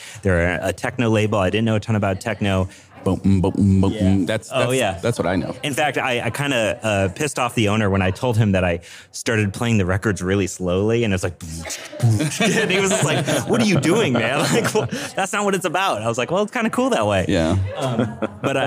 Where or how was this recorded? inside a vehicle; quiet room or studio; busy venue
busy venue